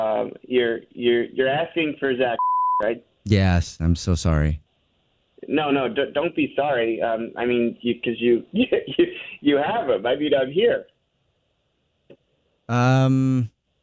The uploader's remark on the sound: Phone Prank